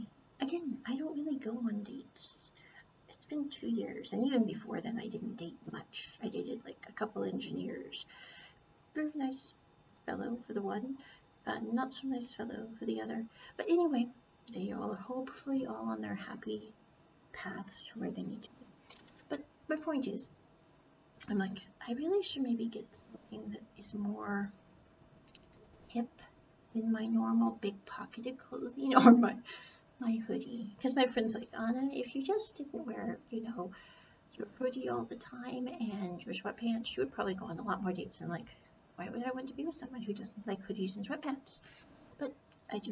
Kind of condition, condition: fault, poor sound quality